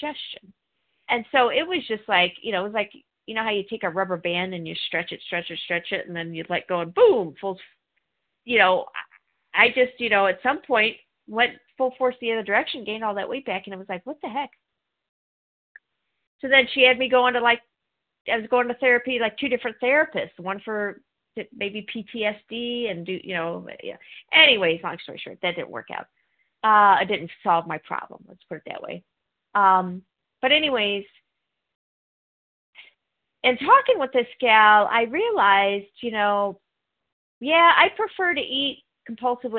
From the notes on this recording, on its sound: 100 Pounders Phone Meeting